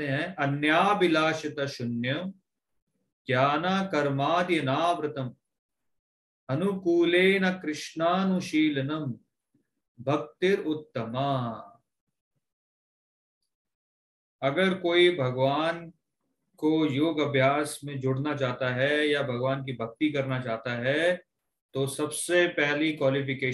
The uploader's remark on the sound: Zoom recorded class.